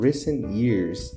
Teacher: eu vou falar a palavra recent, que é recente, mas eu não vou estressar o T.